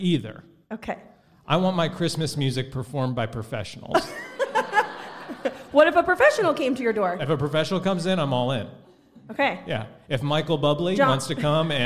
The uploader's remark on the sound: Enjoy the first ever live podcast recording from our event on December 23, 2022!